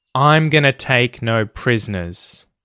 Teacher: The rhythm is kind of dun, dun, dun, dun, dun, dun, dun. So, I'm, the pronoun, and the auxiliary verb contracted together gets a bit of an emphasis there. I'm, gonna, is unemphasized. · So, I'm, the pronoun, and the auxiliary verb contracted together gets a bit of an emphasis there. I'm, gonna, is unemphasized. Take is emphasized, no is emphasized, and prisoners.